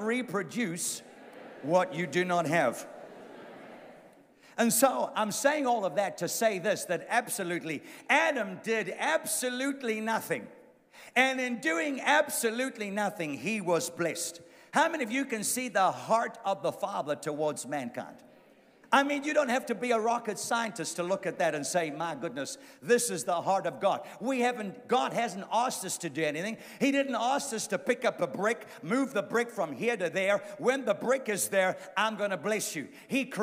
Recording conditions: live audience